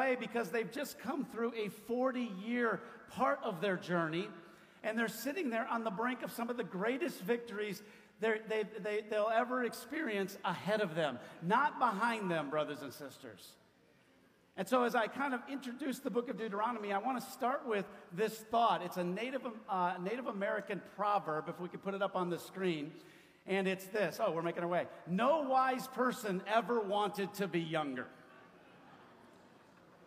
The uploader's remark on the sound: 40 years ago the Chicago Church was planted - this audio is from a special celebration that happened Sunday, January 29, 2023.